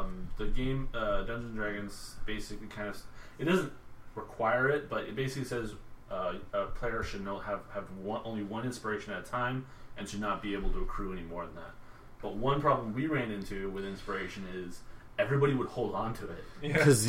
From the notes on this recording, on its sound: The audio is a bit quiet so for best sound, plug some headphones in.